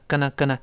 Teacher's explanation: 读得更快一点呢，可以把 going to 变成跟了，跟了，跟了，但要轻